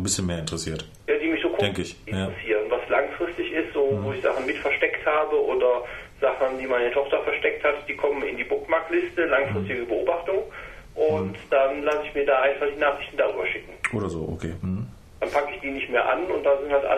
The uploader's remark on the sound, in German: Am Telefon zugeschaltet